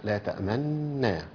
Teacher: أبو جعفر هو بينطق النون هنا ساكنة